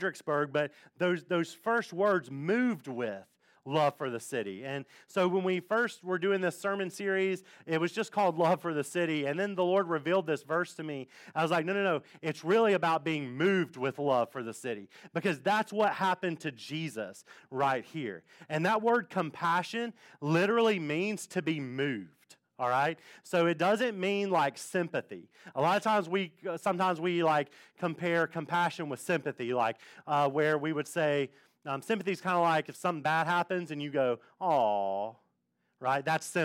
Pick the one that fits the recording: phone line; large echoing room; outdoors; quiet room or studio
large echoing room